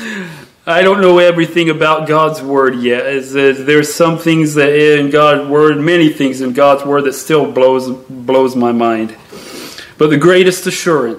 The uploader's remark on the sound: Sermon delivered at Pilgrim Baptist Church on Sunday, December 3, 2023, at 10-00 am